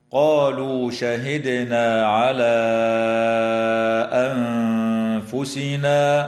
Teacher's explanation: وتخفى النون الساكنة عند الفاء مع الغنة مرققة في كلمة أنفسنا · الدال الساكنة من كلمة شهدنا يجب أن تقلقل وصلا ووقفا، وتمد ألف الإشارة في كلمة على حال الوصل بمقدار 4